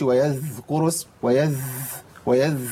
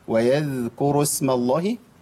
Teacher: الذال عندي هنا ما فيهاش همس · Shown in: second take · ما اقولش ويذكروا اسم ويذ لا ويذكروا اسم الله.